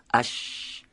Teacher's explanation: وقتی که سقف دهان و وسط زبان به هم نزدیک بشه و به صورت سایشی این حرف هواش از بین این دو قسمت که عرض کردم خارج بشه، تارهای صوتی هم مرتعش نشه، میشه حرف شین.